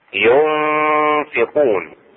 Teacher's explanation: اخفاء النون الساكنة مع الفاء